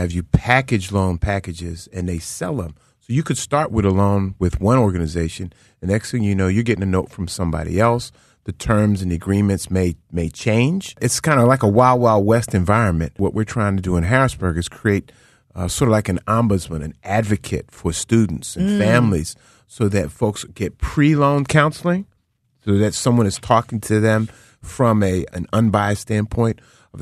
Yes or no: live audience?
no